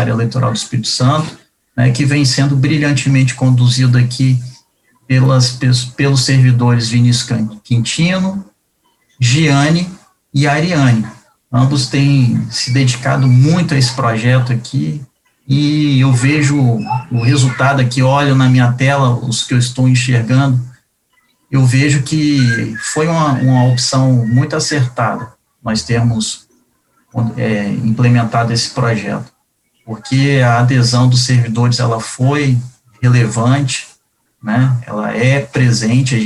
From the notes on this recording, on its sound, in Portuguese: O ESOuVe desta semana foi gravado a partir de um seminário online, realizado pela Justiça Eleitoral.